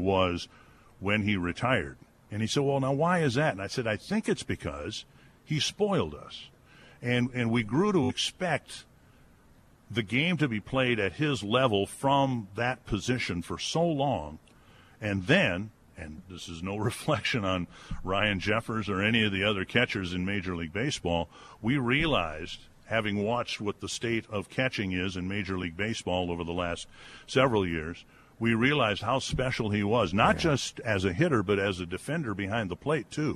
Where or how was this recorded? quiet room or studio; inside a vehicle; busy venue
busy venue